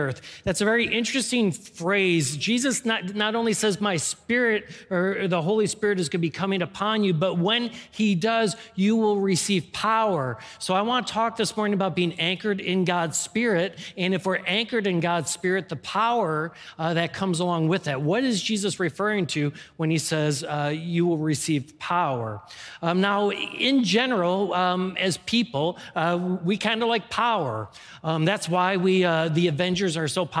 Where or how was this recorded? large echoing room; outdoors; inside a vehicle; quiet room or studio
large echoing room